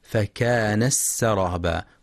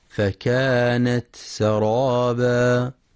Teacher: يقرأ ينفخ بتفخيم الفاء. وفي قوله تعالى: وسيرت الجبال فكانت سرابا، ينتبه القارئ برواية حفص لإظهار التاء وهمسها وعدم إدغامها مع السين · Shown in: second take · فلا يقرأ فكان السرابا وإنما فكانت سرابا. وفي قوله سبحانه: